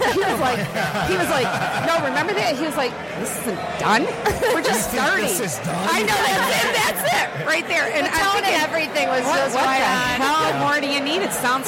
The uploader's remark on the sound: The Nooner Show Live from the Detroit Music Awards.